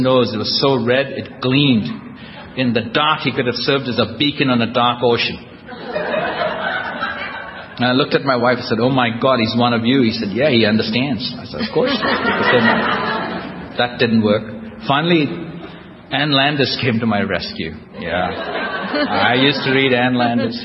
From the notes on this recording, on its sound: recorded at the We Are Not Saints AA roundup in 2007